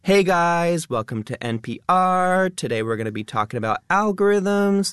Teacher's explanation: It has that up talk. It has the rising tone. · Term: lifestyle influencer accent